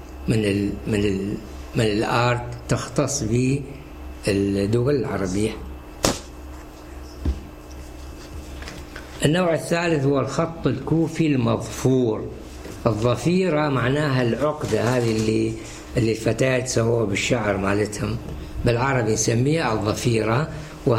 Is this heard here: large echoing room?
yes